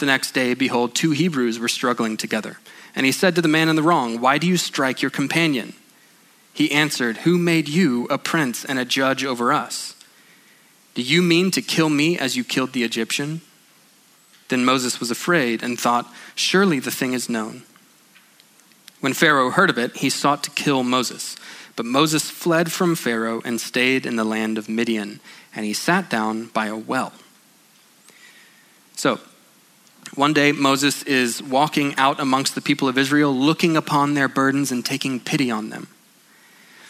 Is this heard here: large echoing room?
yes